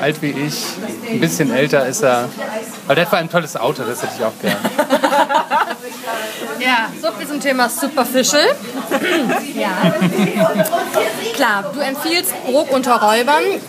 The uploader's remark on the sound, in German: Entschuldigt bitte, dass die Tonqualität leider nicht auf unserem üblichen Niveau ist, da das Interview in einem öffentlichen Umfeld aufgenommen wurde.